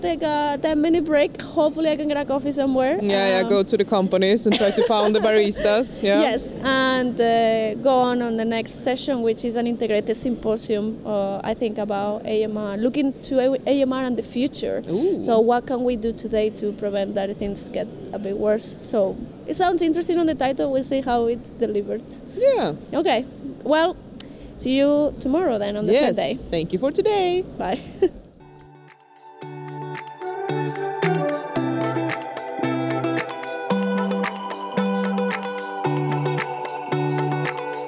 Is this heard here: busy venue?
yes